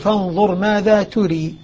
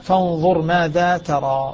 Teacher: الباقون بفتح التاء والراء · Shown in: second take